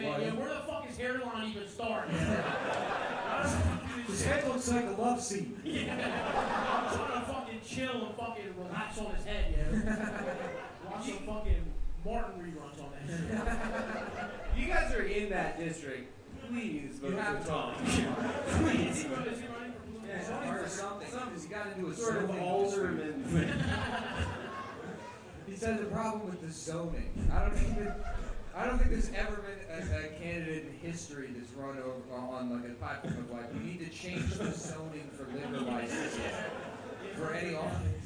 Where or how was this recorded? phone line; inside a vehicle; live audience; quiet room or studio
live audience